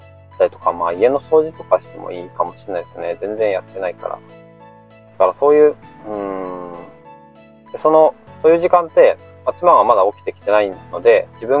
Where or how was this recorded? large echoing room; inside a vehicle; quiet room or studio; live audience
inside a vehicle